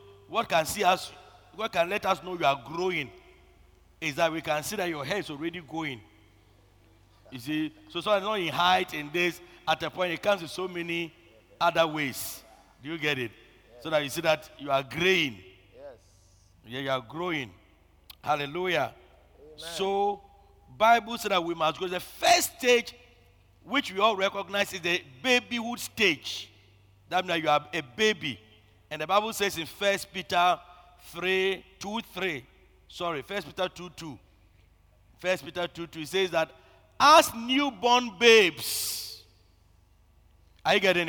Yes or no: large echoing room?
yes